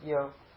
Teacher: Followed by soft consonant, R goes to O. The A plus the Visarga goes to O.